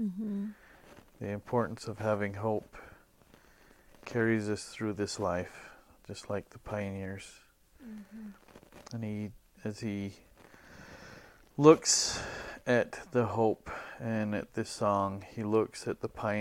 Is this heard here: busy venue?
no